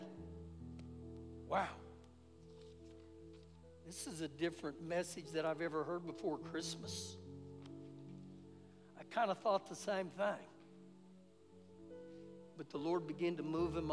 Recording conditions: live audience